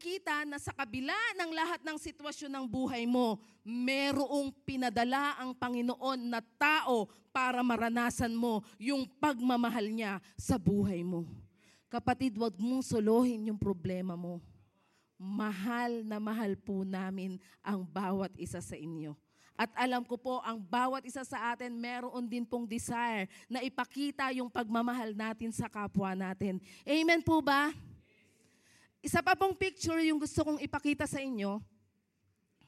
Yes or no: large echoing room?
yes